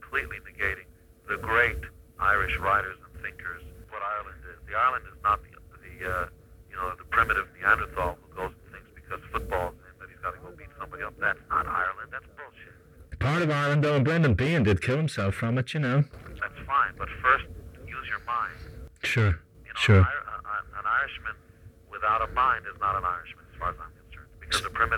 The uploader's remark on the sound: if you are looking for Hi-Fi sound you came to the wrong place, it's a not-so-clear phone interview